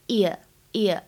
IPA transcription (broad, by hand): ɪə